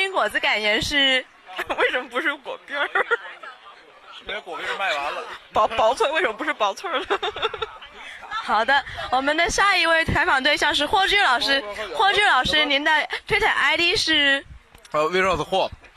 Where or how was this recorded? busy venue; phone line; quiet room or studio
busy venue